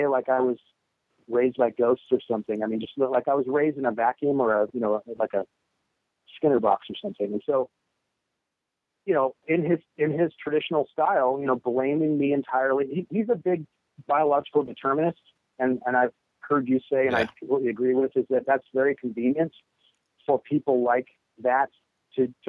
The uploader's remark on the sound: Wednesday Call In Show. An incredibly brave listener calls.